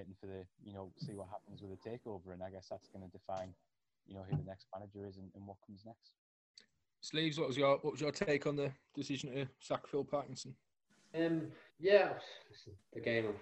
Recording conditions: video call